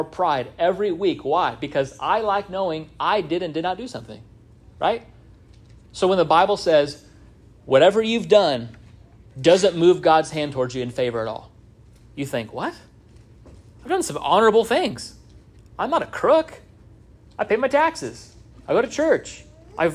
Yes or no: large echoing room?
yes